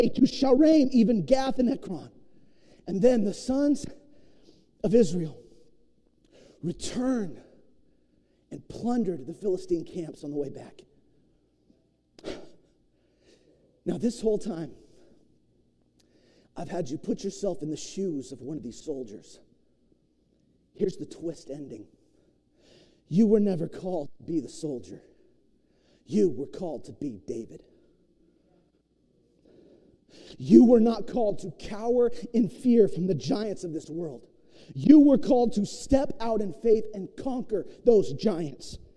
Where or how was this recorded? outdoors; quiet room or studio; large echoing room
large echoing room